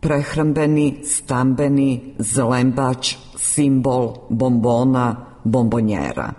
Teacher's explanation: Po glasovnoj promjeni jednačenje suglasnika po mjestu izgovora sonant n ispred dvousnenog b prelazi u dvousneno m